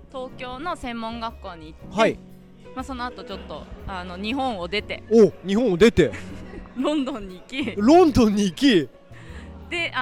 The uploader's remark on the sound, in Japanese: 公開収録3日目！工場の祭典。